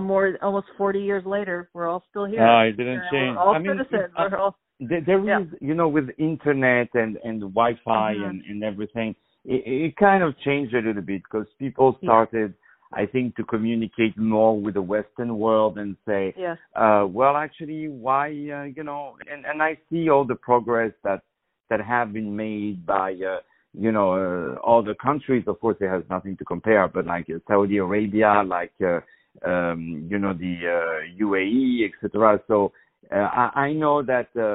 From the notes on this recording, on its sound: On the phone